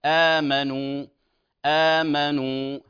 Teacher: بدلت الهمزة الثانية الساكنة إلى ألف مدا طبيعيا